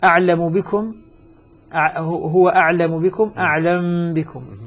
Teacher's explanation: هنا قضية الميم من قبل الباء، تسكن الميم ثم بعد ذلك تخفى فيها · Term: إخفاء